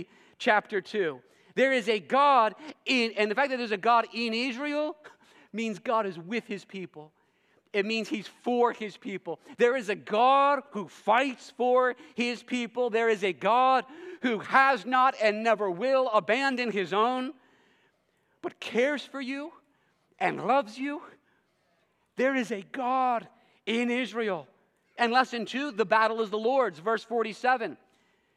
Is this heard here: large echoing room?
yes